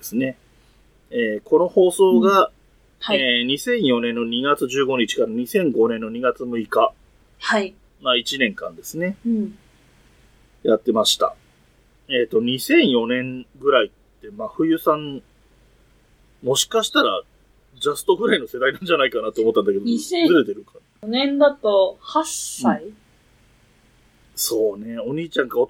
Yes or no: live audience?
no